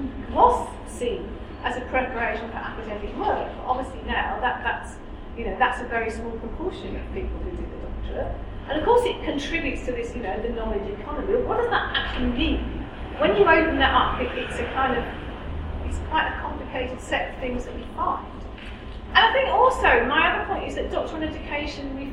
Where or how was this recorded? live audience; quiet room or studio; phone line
live audience